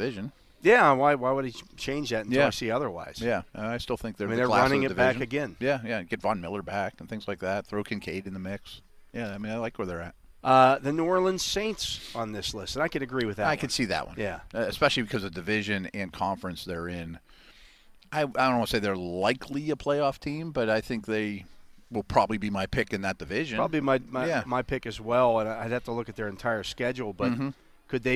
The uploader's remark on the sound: broadcast live from the UPMC Rooney Sports Complex during day two of Steelers' Mini Camp